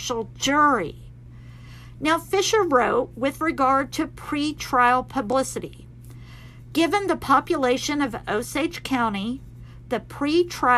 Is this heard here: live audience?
no